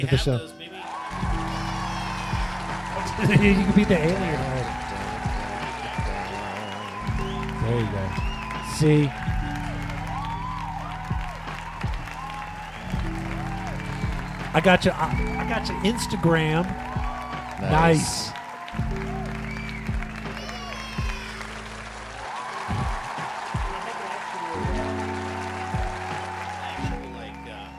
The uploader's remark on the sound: Filmed in front of a live Studio Audience.